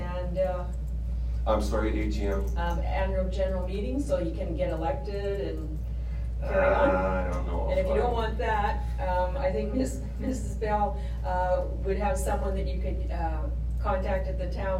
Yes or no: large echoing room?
yes